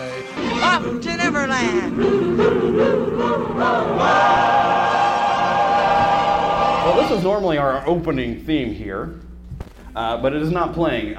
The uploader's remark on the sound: We had some technical difficulties with running sound at our show, but with a bit of editing, I’ve added those sounds back in to this episode of the podast.